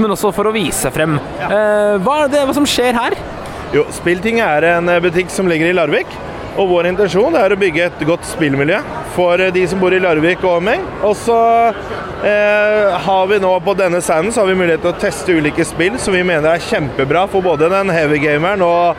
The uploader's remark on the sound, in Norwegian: GamePlay på Spillexpo 2023! Det blir vandring langs standene i messa, det blir live podcast.